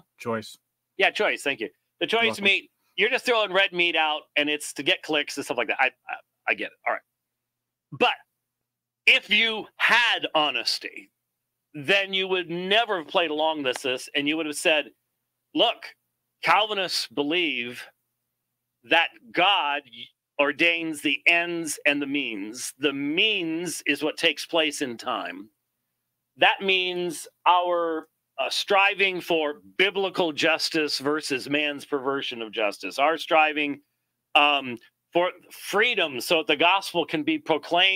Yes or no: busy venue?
no